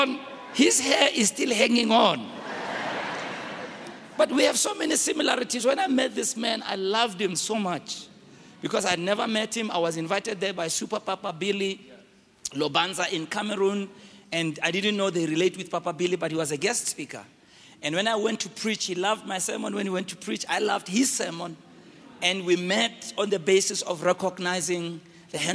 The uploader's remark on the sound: preached at Grace Bible Church Pimville on the 12th of August 2022